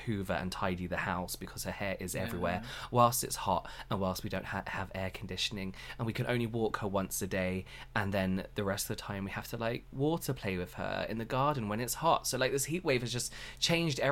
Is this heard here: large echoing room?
no